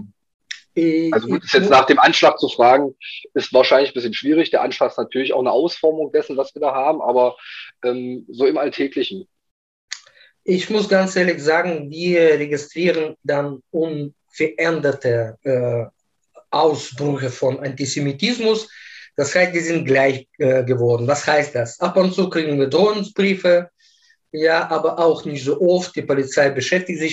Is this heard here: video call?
yes